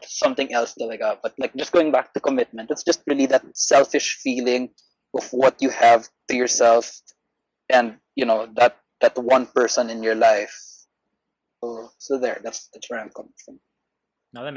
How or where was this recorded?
video call